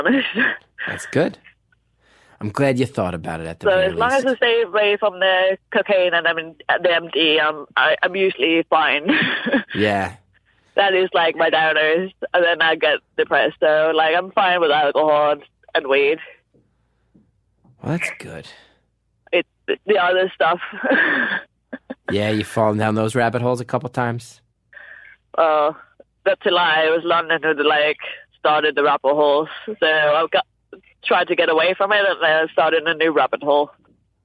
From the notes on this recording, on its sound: Freetown Christiania is an area in Copenhagen where there are no laws and anarchy rules. This week’s caller is walking there.